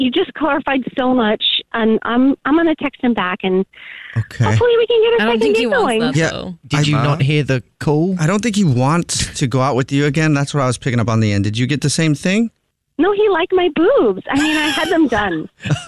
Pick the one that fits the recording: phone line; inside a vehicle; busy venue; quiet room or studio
phone line